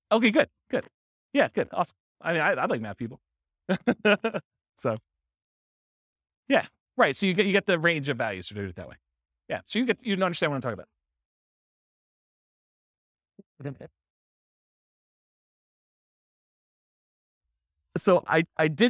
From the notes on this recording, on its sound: This was a live class recorded